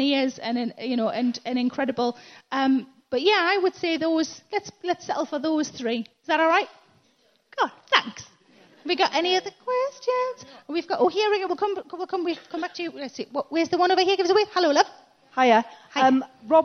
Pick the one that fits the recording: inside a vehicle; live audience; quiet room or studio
live audience